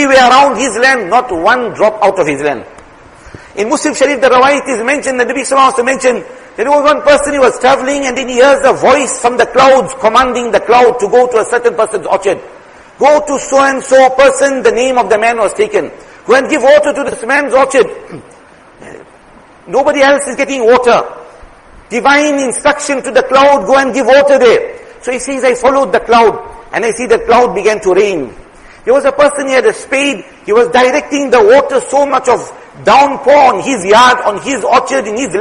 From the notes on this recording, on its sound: Jumuah lecture